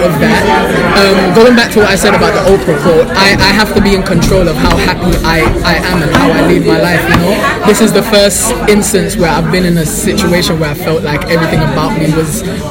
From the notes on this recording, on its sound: Caught up with the cast of BkChat London before they went on stage at the Season 3 Reunion